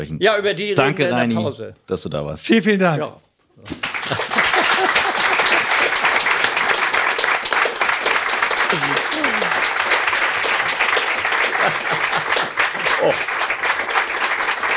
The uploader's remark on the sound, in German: Live-Podcast von der NWX2023. Aber er lässt uns und unser Live-Publikum.